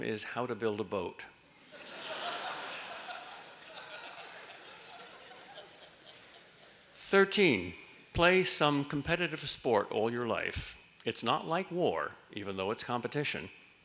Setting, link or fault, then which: setting, live audience